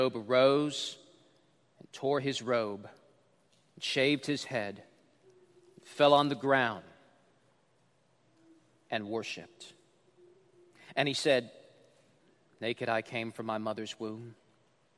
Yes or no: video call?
no